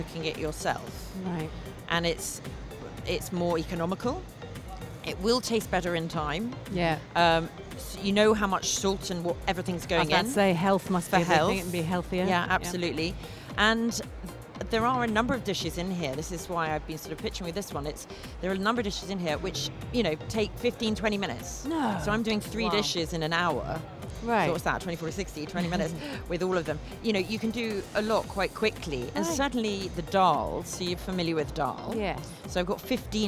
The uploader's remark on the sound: Live from SIBF 2023